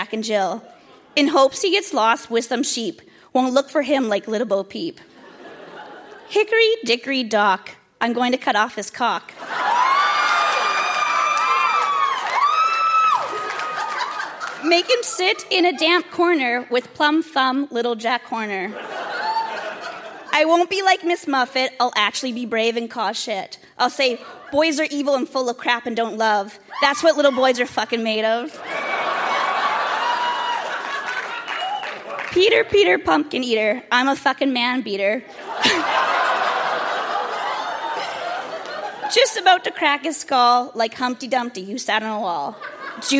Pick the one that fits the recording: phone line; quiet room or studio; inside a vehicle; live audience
live audience